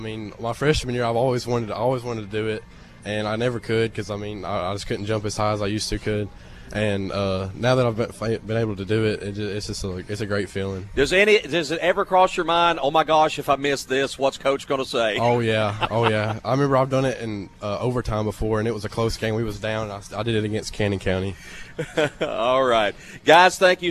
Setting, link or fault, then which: setting, busy venue